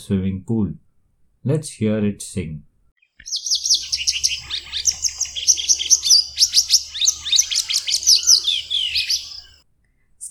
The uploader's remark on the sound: Walking through a scrubland exploring gardens, streets and compounds lined with tall trees and flowering bushes, we have reached a small water body in our city.